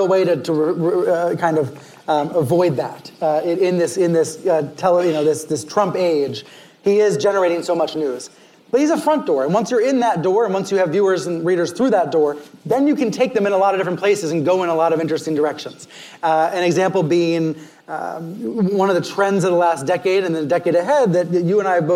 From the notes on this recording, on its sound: In front of a live audience at South by Southwest.